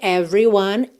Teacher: Atenção que a gente não costuma pronunciar esse E do meio aí dessa palavra. Tá? Então, você pensa em every, do V direto para o R.